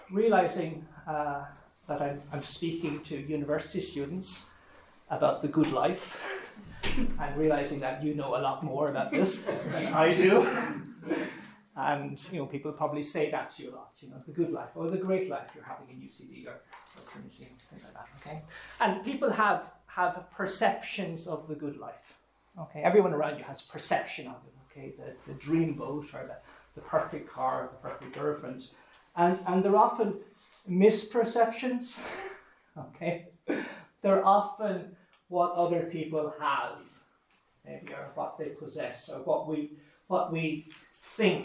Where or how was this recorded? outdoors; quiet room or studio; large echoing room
large echoing room